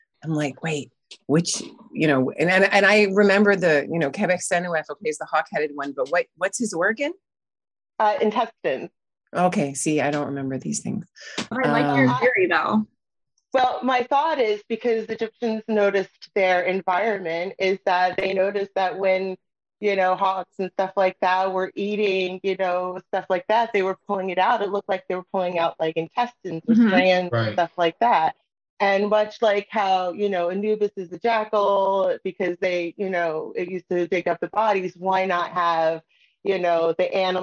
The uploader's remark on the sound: This month's Patreon Q&A is a recording from our Live Zoom event on February 18th